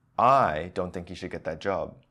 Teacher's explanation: I'm stressing I, which may mean that somebody else thinks he should get that job, just not me.